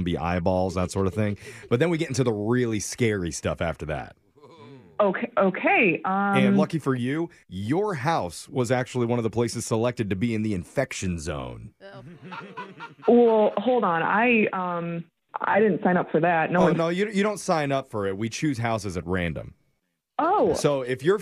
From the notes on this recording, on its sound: Phone Tap